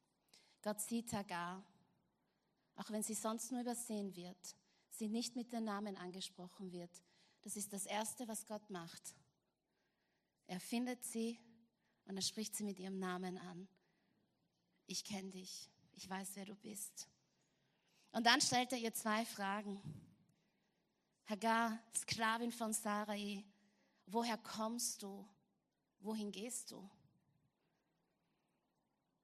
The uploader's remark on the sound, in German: Gottesdienst live aus der LIFE Church Wien.